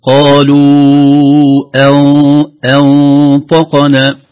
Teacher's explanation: قالوا أنطقنا الله، نقول قالوا أنطقنا، طبعا الهمزة مرققة لكن النون بعدها مخفاة والنون متأثرة بالطاء · Term: النون المخفاة